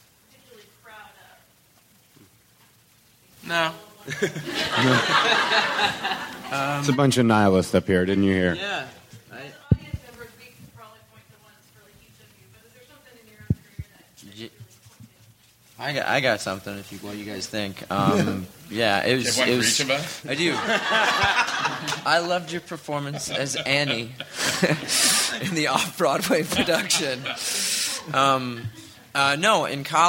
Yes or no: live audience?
yes